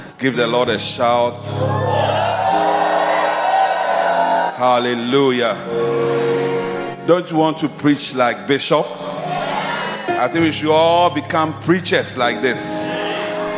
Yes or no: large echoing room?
yes